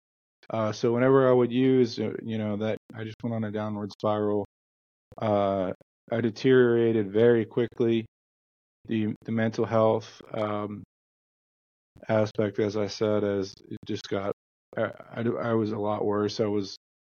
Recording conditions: drop-outs